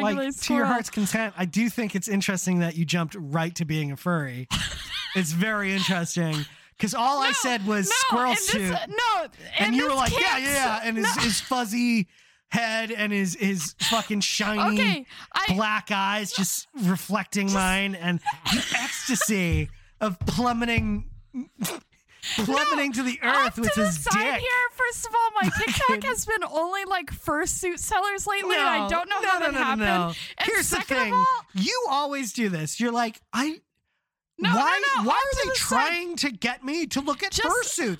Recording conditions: inside a vehicle